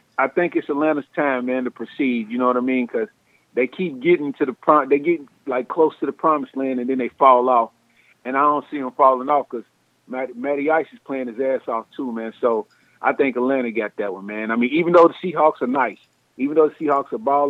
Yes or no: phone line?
yes